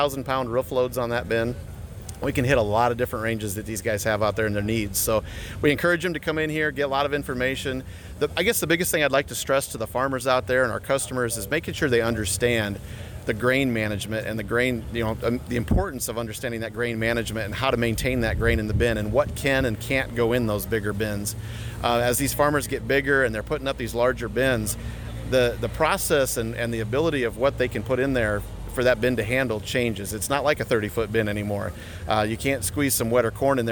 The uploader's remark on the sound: Conversations from Farm Progress Show 2022